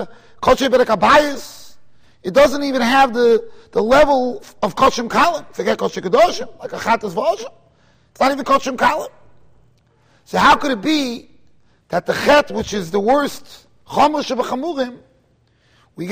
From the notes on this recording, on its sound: Shiur recorded in Kahal Ahavas Yitchok, Monsey NY.